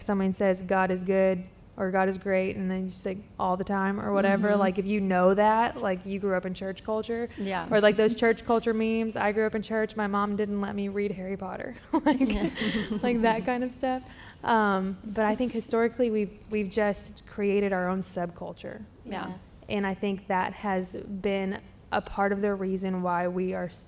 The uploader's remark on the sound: LIVE at SFL Conference.